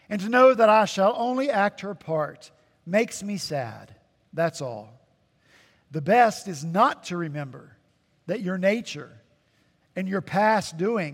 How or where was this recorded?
large echoing room